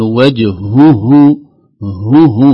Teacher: فنخشى نقول ظل وجهه وجهه مثلا، فنقول تضعف الهاء الثانية كثيرا غالبا، فنقول وجهه هو هكذا، يخرج همس للهاء الأولى وهمس للهاء الثانية وبعدها أيضا واوصلة، يعني فيها مد طبيعي.